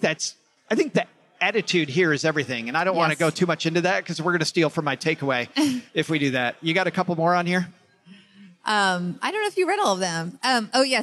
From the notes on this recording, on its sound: taped live at Podfest in Orlando